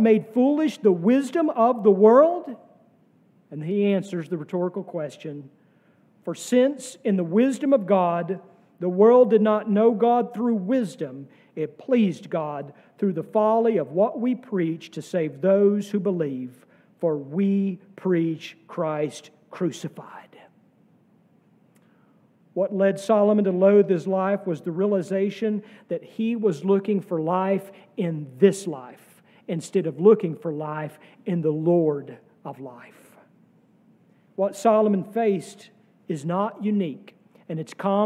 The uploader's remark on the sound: sermon from our worship service